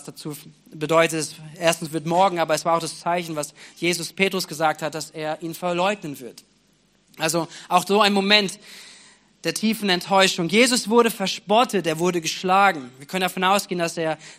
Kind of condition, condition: setting, large echoing room